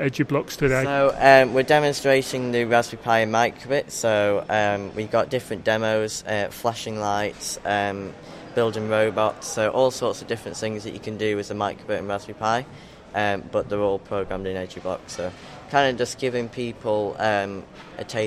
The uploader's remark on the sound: short interview recorded at this year's Liverpool Makefest